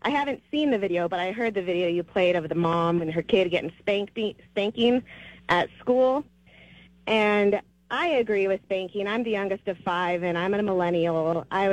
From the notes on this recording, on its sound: takes your phone calls on News Radio KKOB